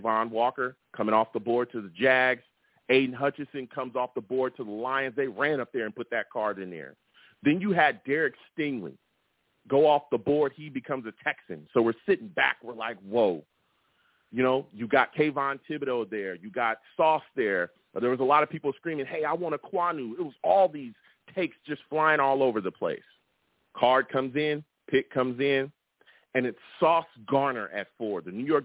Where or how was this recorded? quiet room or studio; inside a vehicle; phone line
phone line